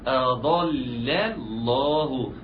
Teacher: حاجة تانية ان كلمة أضل بتنتهي بلام والله طبعا عند اسقاط همز الوصل هتبتدئ بلام، ولكن اللام في أضل مرققة واللام في اسم الجلالة مفخمة فهتحتاج مجهود كبير.